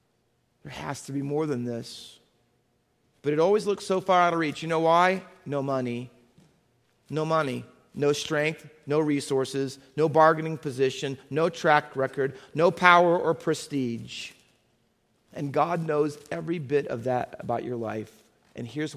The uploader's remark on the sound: Faith Baptist Church in Hamilton, NJ.